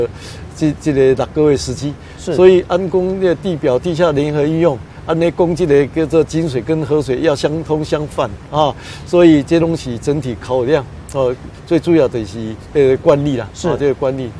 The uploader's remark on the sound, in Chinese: 雲林古坑乾旱現場